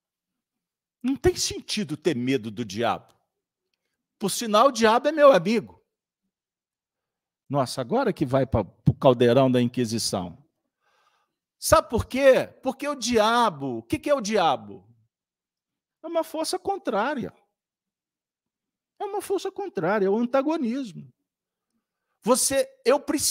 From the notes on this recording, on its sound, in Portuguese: Reunião Pública realizada na Fraternidade de Estudos Espírita Allan Kardec às terça-feira. Com Transmissão ao vivo, às 19:30h com público presencial.